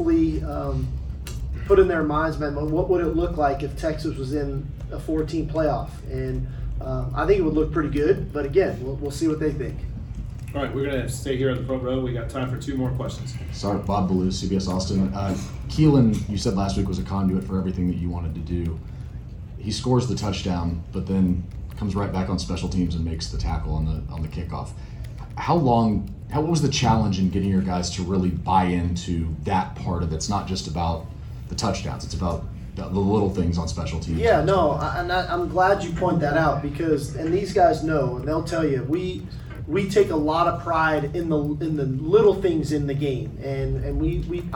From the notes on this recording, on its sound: Big 12 Championship Postgame Press Conference. Speak to the media following the Texas Longhorns victory over Oklahoma State in the Big 12 Championship!